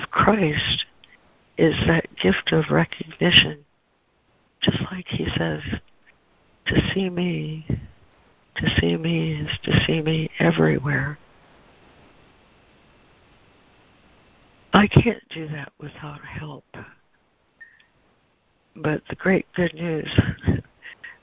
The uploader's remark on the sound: ACIM Daily Conference Call